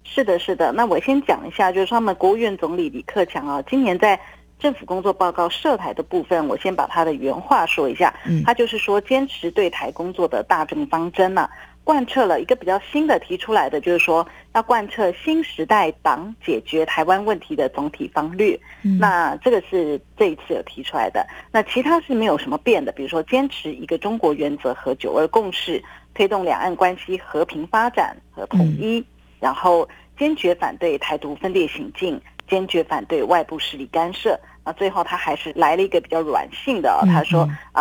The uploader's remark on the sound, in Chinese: 連線訪問中央社駐上海記者